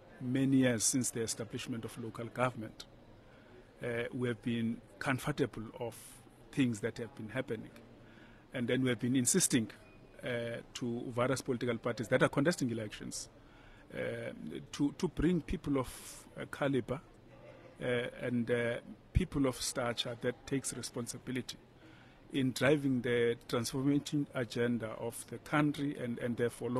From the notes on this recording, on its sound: Stakeholders from municipalities, provincial and national government, the business sector as well as think tanks are convening here in Cape Town this week for SALGA’s National Conference where we will be broadcasting from over the next few days.